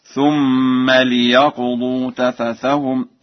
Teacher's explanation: قرأ ورش بكسر اللام في ليقضوا